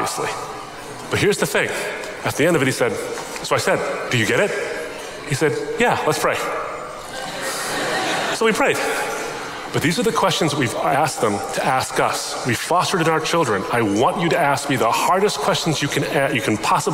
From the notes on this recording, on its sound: A Q&amp;A session at Yale University. Yale Open Forum Q&A.